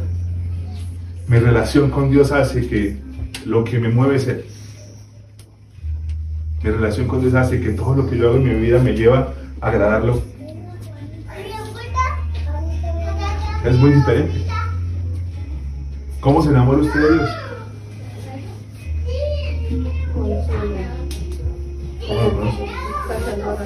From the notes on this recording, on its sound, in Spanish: Este mensaje fue grabado desde la mesa de los santos en nuestro tercer retiro del año.